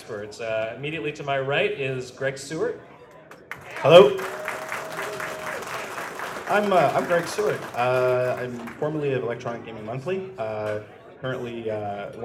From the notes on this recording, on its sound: Live At Midwestern Gaming Classic 2016. Special thanks to 249 Studios for the live recording!